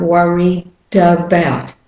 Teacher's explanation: the D goes over to the A in about, worried about, about. · Term: linking